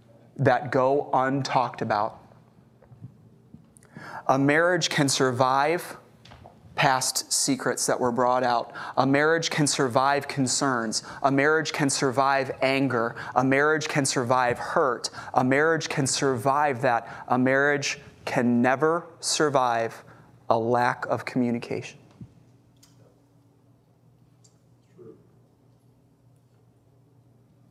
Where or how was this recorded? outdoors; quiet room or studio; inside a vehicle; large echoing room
large echoing room